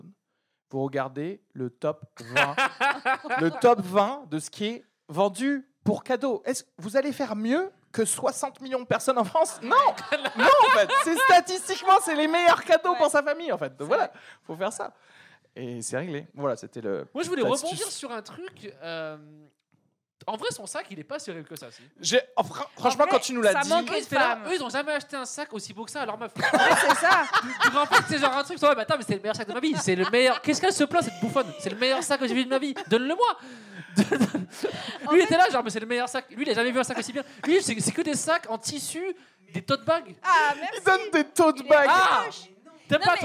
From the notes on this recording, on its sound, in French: LIVE au Charlie et sa Bière à 2 balles. EN PUBLIC au Charlie et sa Bière à 2 balles (Paris) avec une soirée spéciale qui mêle STAND-UP et PODCAST enregistré en public !